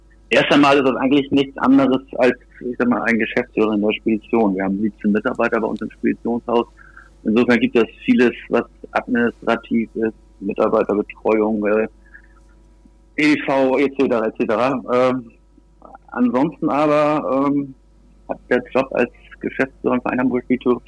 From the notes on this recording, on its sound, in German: auf Grund des Kontaktverbots am Telefon